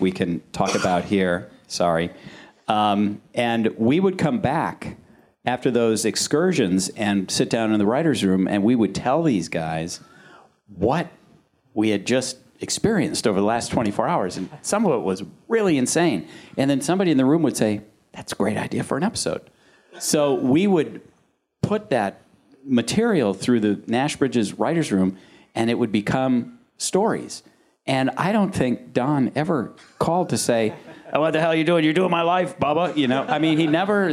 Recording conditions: live audience